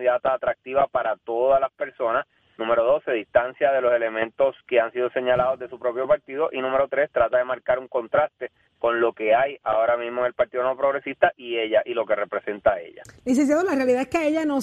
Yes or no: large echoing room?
no